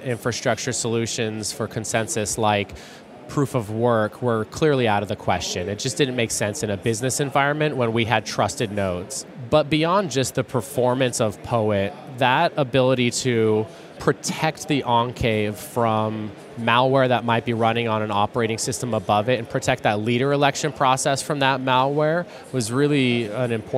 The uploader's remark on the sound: joins us live from Microsoft Ignite